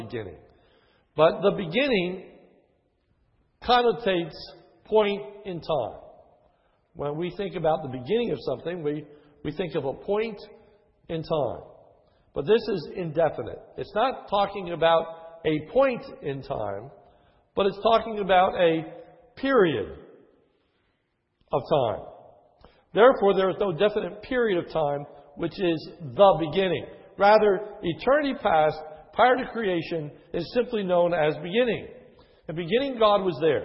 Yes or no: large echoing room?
yes